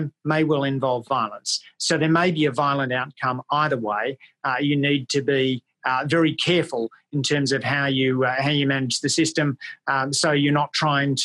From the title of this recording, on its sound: ACEMS Virtual Public Lecture